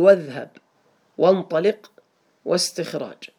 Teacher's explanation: لاحظوا انتقلت من الواو إلى الذال، من الواو إلى النون، من الواو إلى السين · Term: همزة الوصل